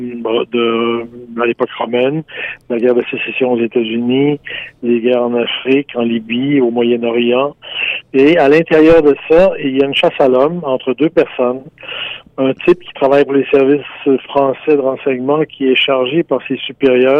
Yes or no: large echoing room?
no